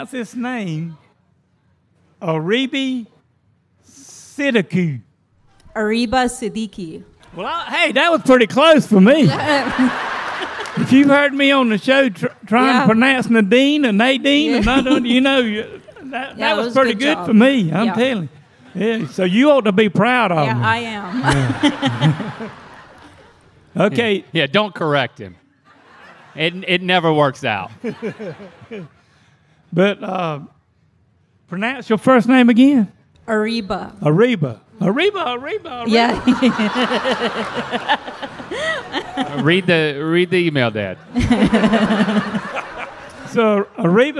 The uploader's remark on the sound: We’re live at MythiCon!